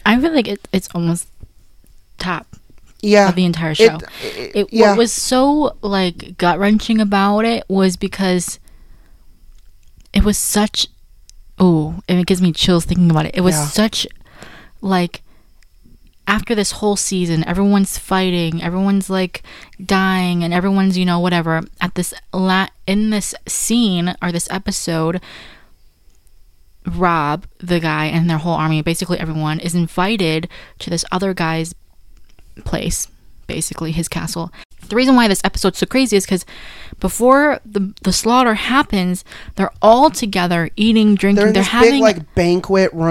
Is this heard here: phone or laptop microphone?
no